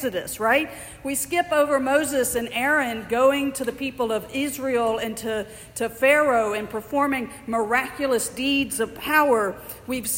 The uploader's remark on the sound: Andrew's Birmingham as they resumed inside, in person (physically distanced) worship this morning. The recording is from the morning service at St.